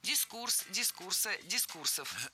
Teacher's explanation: Не дискурс, а дискурс. Ударение в этом слове всегда ставим на второй слог. И при склонении ударение не меняем.